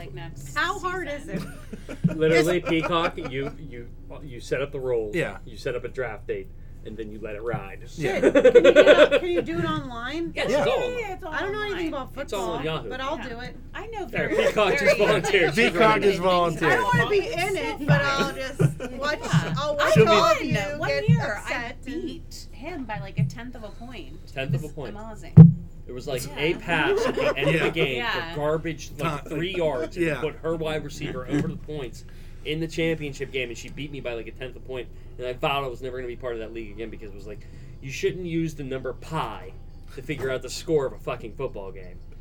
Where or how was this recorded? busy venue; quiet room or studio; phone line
busy venue